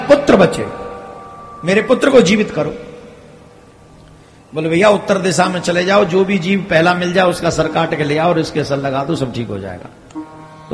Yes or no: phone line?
no